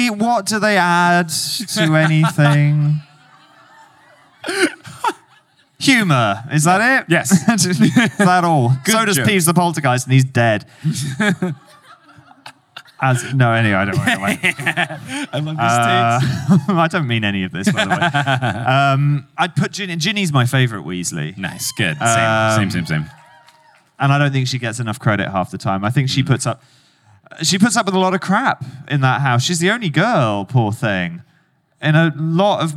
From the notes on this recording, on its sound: Live on stage at LeakyCon Boston.